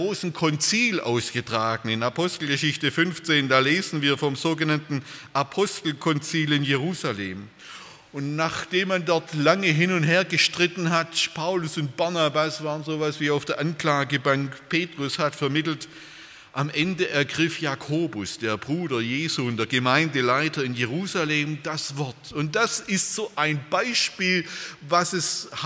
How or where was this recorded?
large echoing room